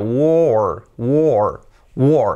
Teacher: alargando más el sonido vocal, que es una O prácticamente como en puerta